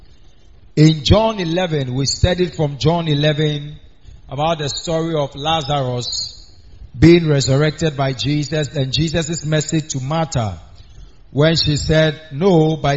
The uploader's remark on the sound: preached on wednesday at the miracle arena